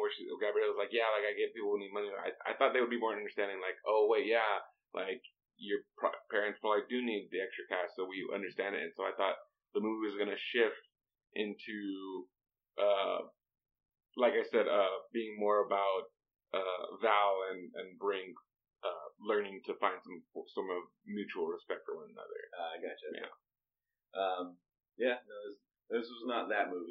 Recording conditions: poor sound quality